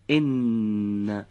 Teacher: خب دقت بفهمید، حرف اول با به ارتعاش در آوردن تارهای صوتی به صورت نازک خونده میشه و صدای اون از بینی خارج میشه · Term: حرف نون